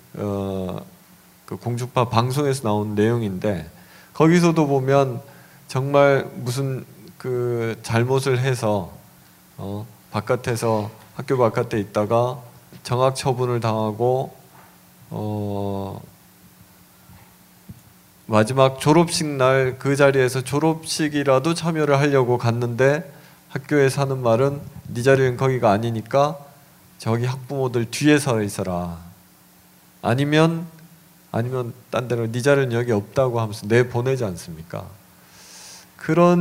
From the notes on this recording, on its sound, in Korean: 2015년 1월 28일 국회에서 열린 토크콘서트, 그 현장을 공개한다.